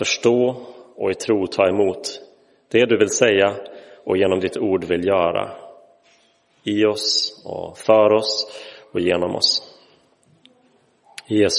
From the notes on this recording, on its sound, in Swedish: Inspelad i Roseniuskyrkan den 7 januari 2023.